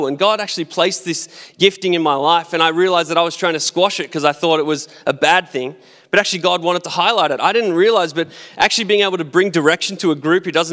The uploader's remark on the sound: Recorded at our live gathering on the 28th of February 2021.